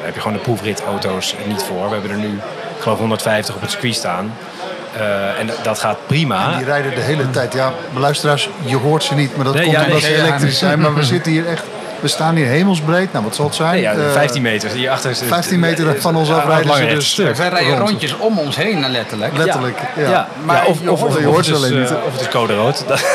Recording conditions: busy venue